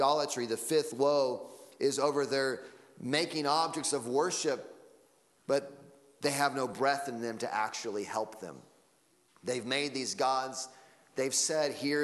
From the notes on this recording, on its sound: Sunday Morning Sermon Audio.